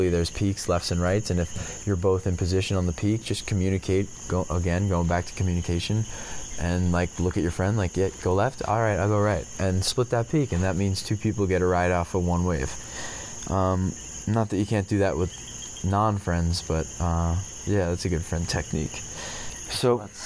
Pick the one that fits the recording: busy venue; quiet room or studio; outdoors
outdoors